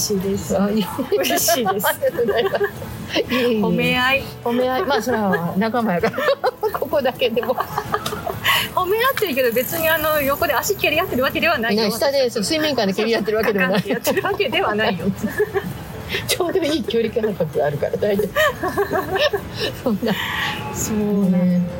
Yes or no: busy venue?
yes